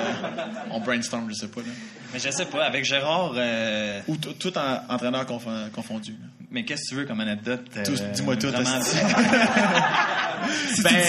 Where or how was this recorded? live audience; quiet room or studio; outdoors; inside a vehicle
live audience